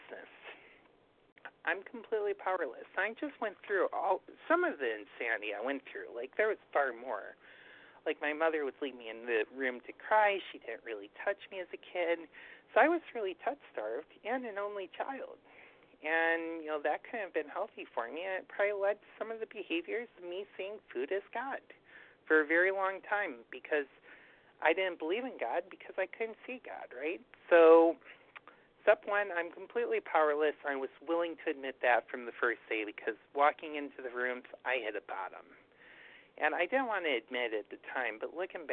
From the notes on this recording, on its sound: 100 Pounders Phone Meeting, 7/21/23